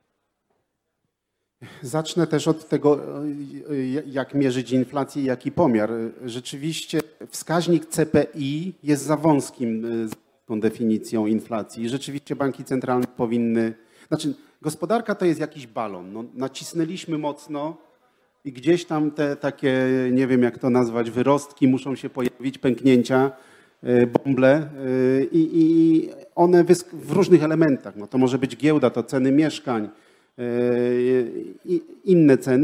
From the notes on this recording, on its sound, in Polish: Panel Instytutu Misesa. Odcinek jest nagraniem wystąpienia podczas Weekendu Kapitalizmu 2021.